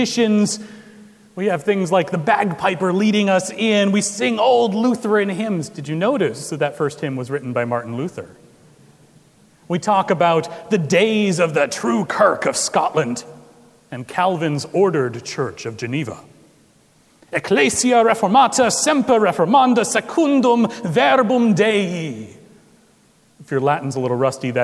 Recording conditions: large echoing room